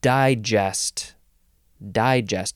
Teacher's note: Emphasis on the first syllable, first form, noun from the 14th century.